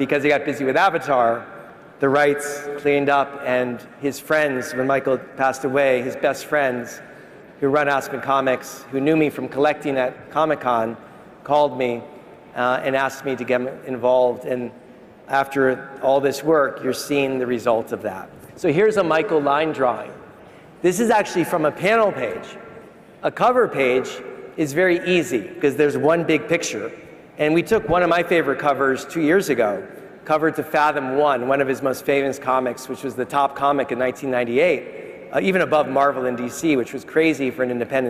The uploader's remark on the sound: A Consensus 2023 panel